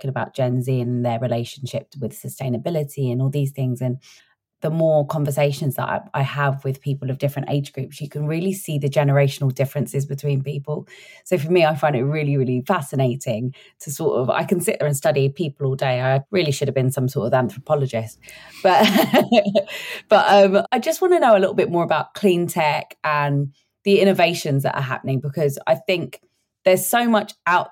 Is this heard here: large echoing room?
no